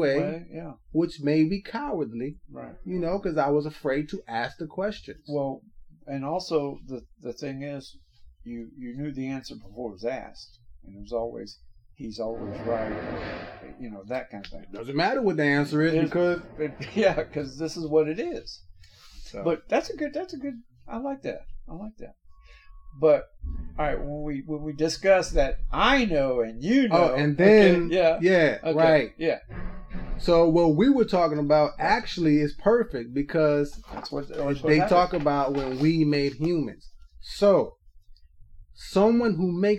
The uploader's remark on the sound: All Episodes are recorded at work. In our desire to deliver an authentic, organic experience to the listener, sometimes the background will reflect this “At Work” atmosphere. As we progress, our sound quality will improve, we appreciate your patience and understanding.